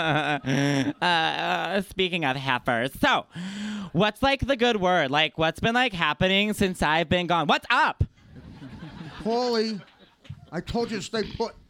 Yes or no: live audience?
yes